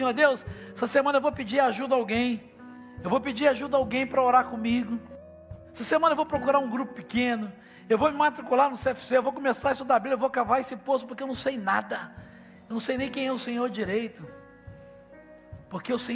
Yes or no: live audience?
yes